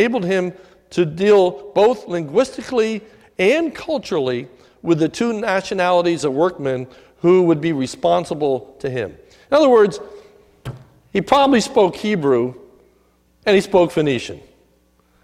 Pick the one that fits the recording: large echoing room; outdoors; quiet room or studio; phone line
large echoing room